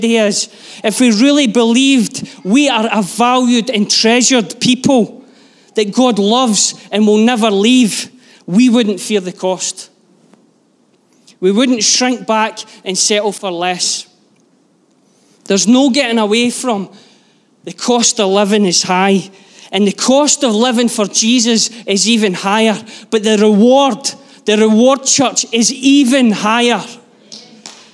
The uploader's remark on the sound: Live from our Sunday gathering